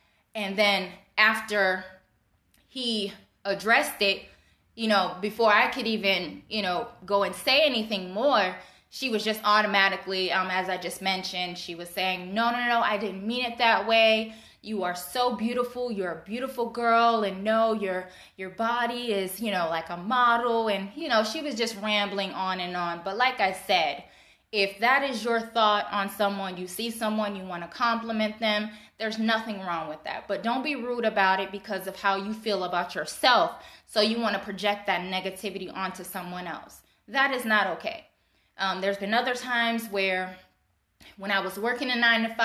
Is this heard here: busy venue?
no